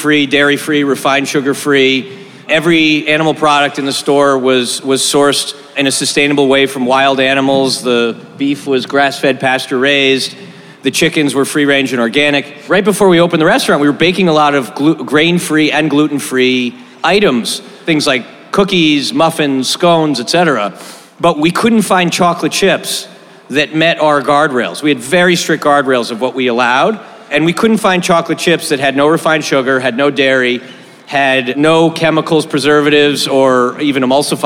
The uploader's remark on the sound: Last week we had our first LIVE podcast event during SXSW at Cosmic Coffee & Beer Garden in Austin.